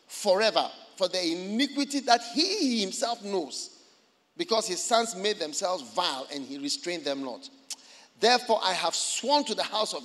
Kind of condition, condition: setting, large echoing room